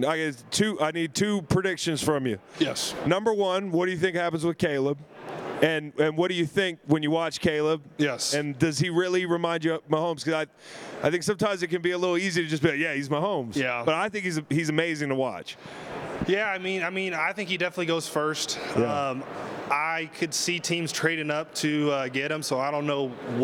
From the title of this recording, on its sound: SB LVIII Radio Row in Las Vegas!